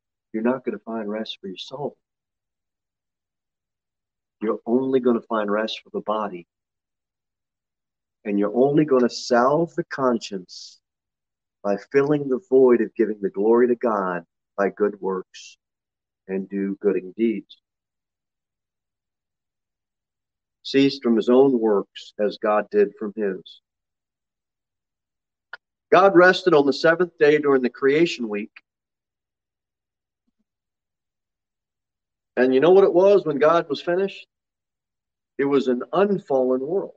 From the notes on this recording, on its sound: Sermon delivered at Pilgrim Baptist Church on Thursday, March 9, 2023, at 6:15 pm. Jere Whitson Rd. Pilgrim Baptist Church is a bible-believing, independent Baptist church.